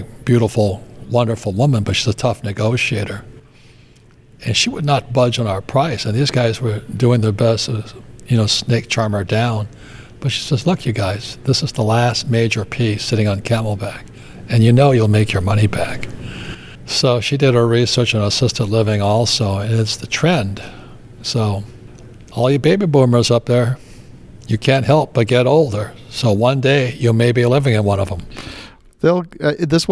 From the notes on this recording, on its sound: This conversation with him was recorded in person at the New Orleans Investment Conference.